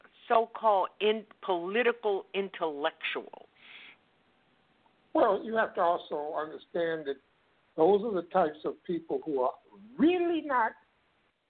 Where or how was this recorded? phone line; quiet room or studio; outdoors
phone line